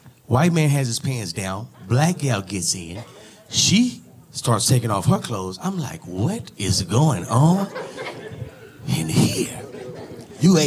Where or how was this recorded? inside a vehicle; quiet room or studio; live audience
live audience